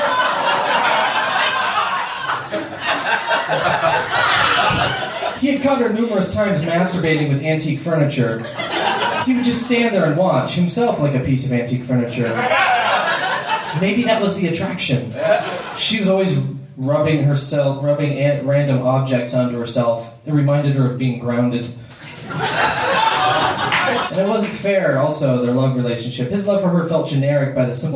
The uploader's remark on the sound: Recorded March 22, 2014, at the Blue Monk in Portland, OR.